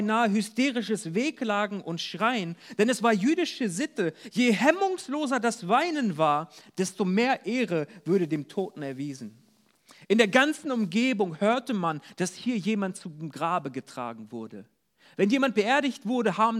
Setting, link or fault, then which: setting, large echoing room